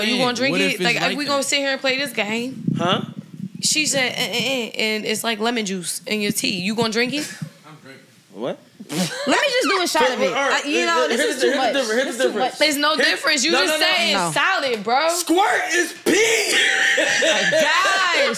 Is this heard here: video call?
no